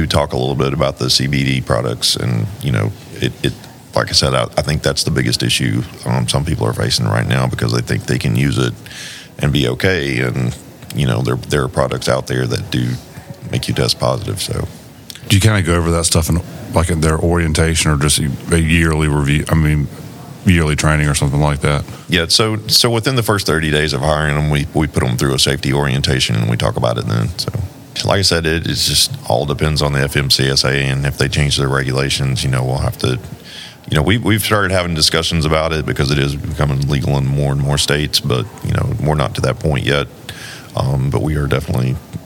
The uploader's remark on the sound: In an interview recorded at the 2023 South Carolina Trucking Association's Annual Meeting.